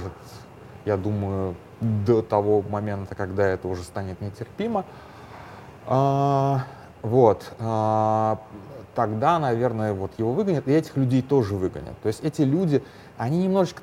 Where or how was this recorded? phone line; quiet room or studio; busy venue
busy venue